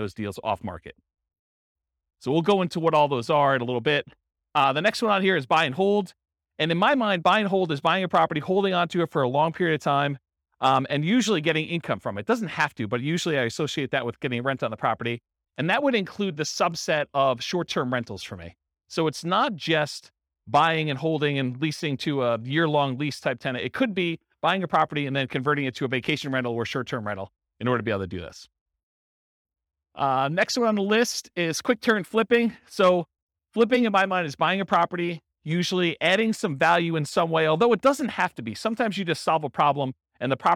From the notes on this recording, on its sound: Real estate entrepreneurs in Pomona, California. This was a live class recorded.